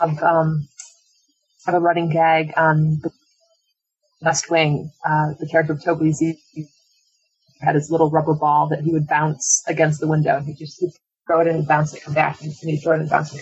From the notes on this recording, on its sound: Apologies for the sound quality, we recorded during Hurricane Sandy and had some issues!